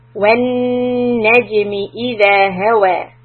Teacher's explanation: So here we have Noon Shadda, we hold it two counts, when and then Naj, Qalqalan Jim, Najami, when Najami.